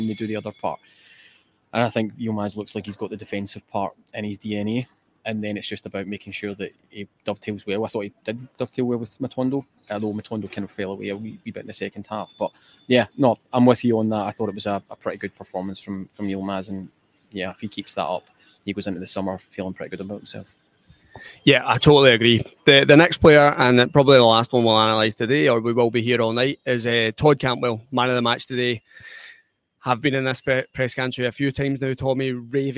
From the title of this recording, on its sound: Live Match Reaction from Ibrox